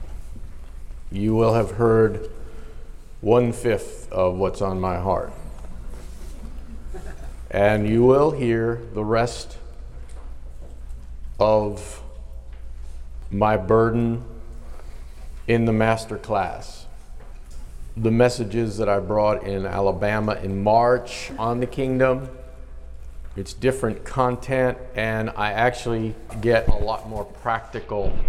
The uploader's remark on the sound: in a live conference